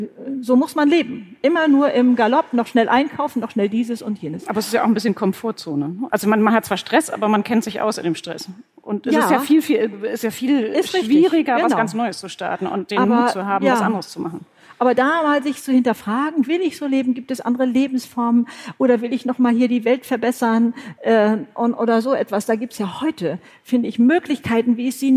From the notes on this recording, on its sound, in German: Live-Podcast vom BRIGITTE Academy Job-Symposium. Live aus Mainz. Auf der großen Bühne – live vor Publikum! Beim großen BRIGITTE Academy Job-Symposium. In Mainz war es so weit.